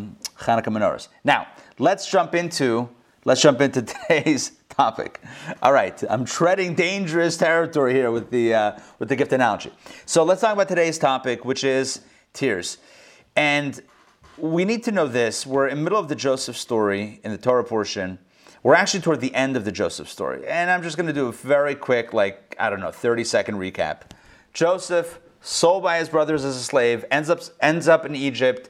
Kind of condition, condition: setting, live audience